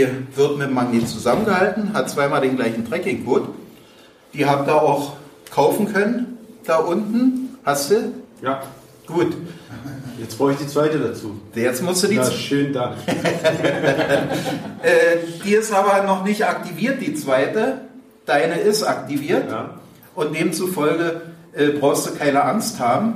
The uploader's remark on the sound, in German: Geocoinfestival in Seelow. Wir sind endlich mal wieder auf dem Weg zu einem Geocaching Event. Es gibt wieder ein ein Event in Seelow.